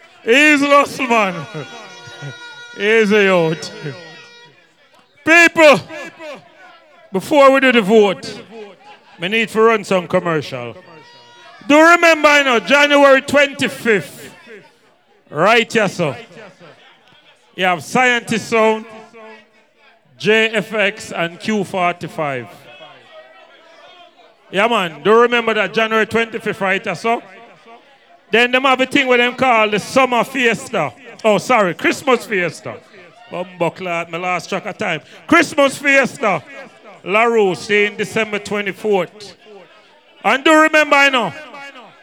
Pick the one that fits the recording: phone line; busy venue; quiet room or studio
busy venue